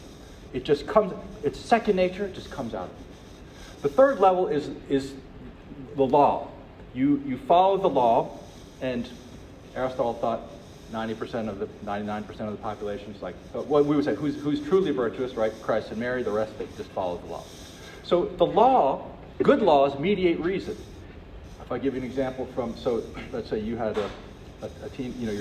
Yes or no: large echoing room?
yes